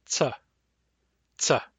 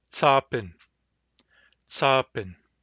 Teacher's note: It sounds like a T and an S at the same time.